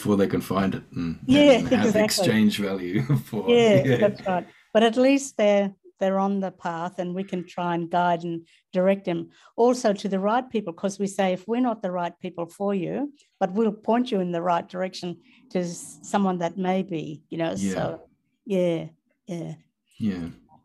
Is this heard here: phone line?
no